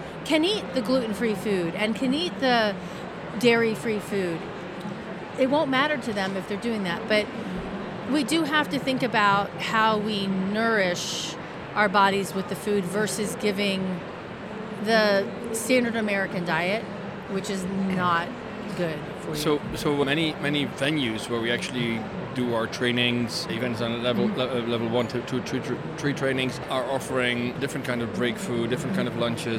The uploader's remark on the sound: Live from #IMEXAmerica